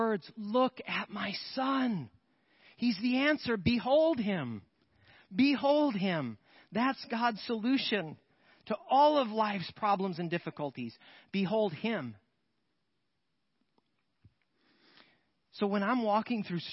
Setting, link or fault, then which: setting, large echoing room